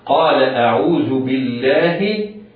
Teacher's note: اللام لام لفظ الجلالة هنا مرققة لوقوعها بعد كسر وهو الباء باء الجر